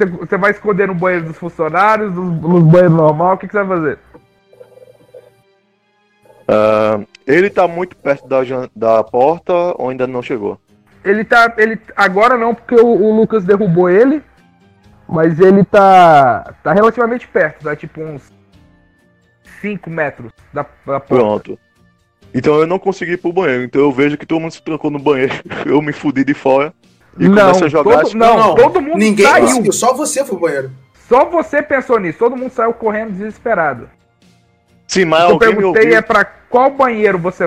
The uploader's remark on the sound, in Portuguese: A conexão via Discord ta uma bosta, então o áudio ta zoado sim, e como ainda estamos sem o PC pra editar, fizemos o melhor que dava.